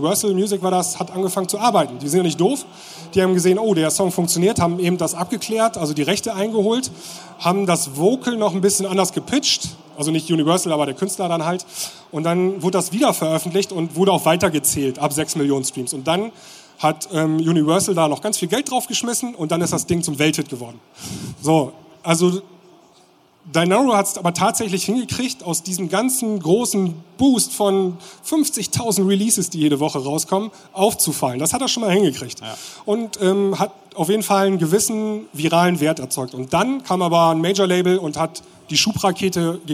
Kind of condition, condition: setting, busy venue